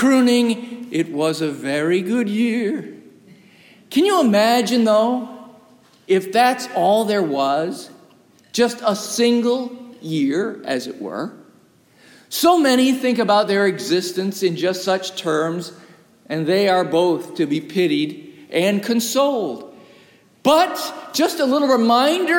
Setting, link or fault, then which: setting, large echoing room